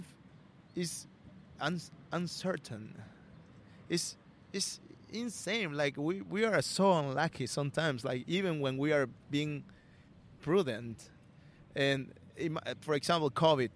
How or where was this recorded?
outdoors